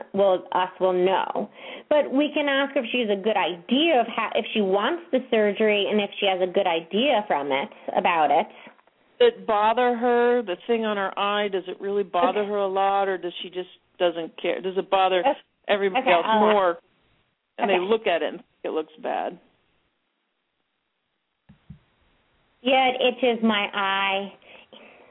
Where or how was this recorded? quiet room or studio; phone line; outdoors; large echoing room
phone line